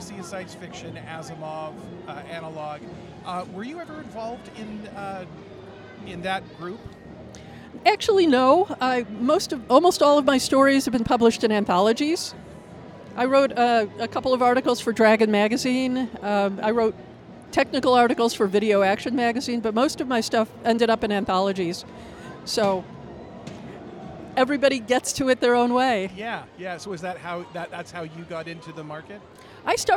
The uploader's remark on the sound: Author Interviews Live From FanX.